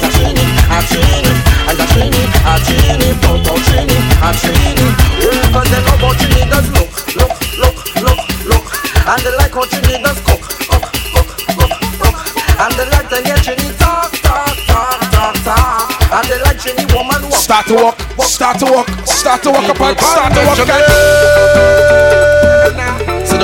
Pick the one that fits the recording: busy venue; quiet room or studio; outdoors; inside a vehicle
busy venue